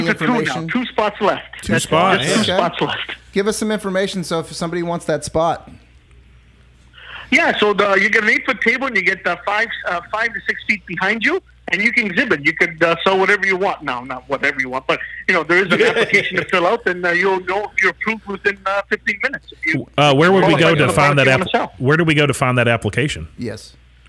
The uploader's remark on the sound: we have a special guest phone